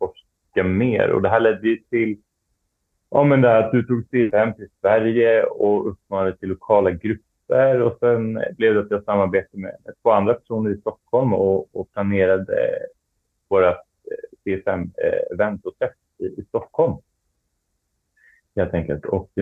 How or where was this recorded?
video call